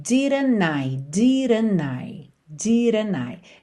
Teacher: esse T, consoante oclusiva do didn't, sumiu totalmente